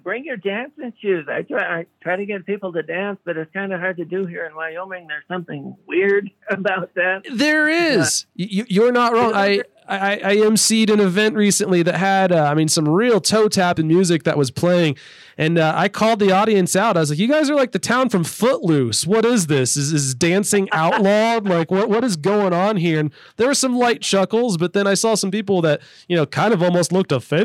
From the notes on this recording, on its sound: chatted with us on the phone